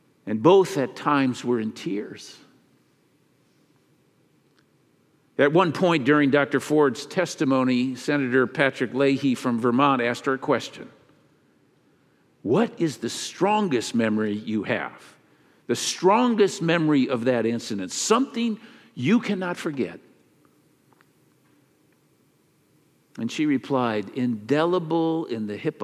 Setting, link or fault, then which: setting, large echoing room